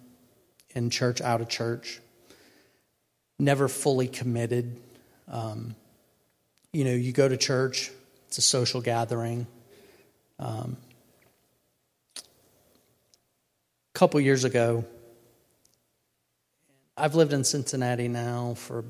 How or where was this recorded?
large echoing room